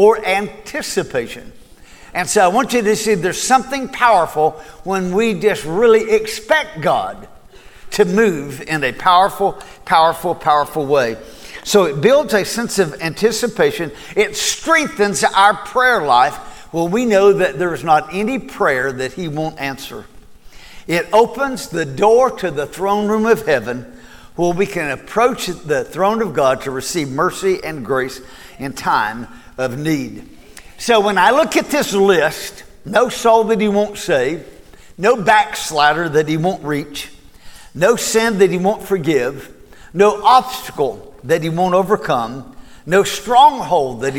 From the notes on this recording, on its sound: Recorded at Cornerstone Church